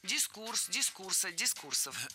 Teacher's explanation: Ударение ставим на второй слог и оставляем его там во всех формах.